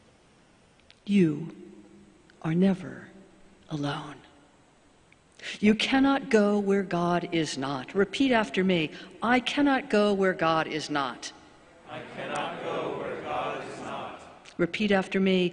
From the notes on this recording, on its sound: Sermons from Old South Church in Boston